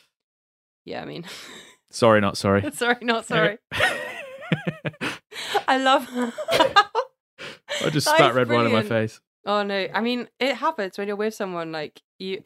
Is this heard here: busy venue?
no